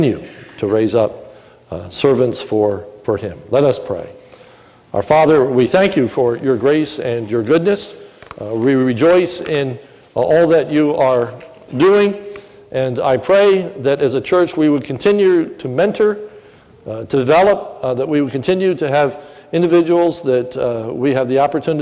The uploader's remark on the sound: This is a sermon recorded at the Lebanon Bible Fellowship Church. During the morning service.